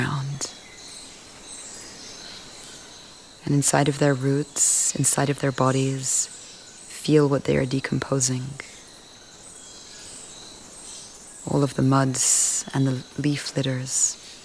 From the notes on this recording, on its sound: Recorded in the Osa Peninsula in Costa Rica -- thank you to all the birds and creatures who feature in this episode.